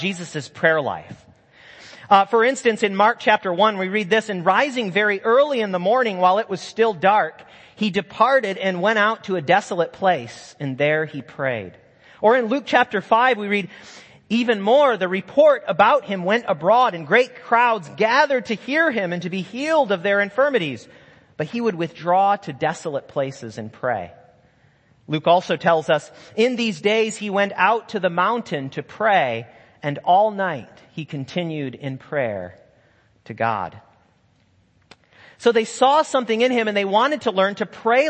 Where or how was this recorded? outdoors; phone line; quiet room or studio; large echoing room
large echoing room